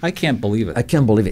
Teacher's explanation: Y fijaos que no pronuncias la T.